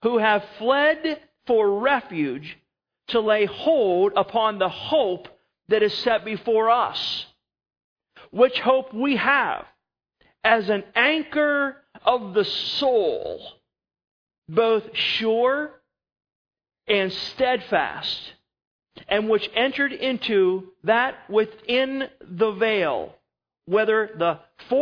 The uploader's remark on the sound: Sermon was recorded September 04, 2011 at Northside Baptist Church of Elkhart, Indiana.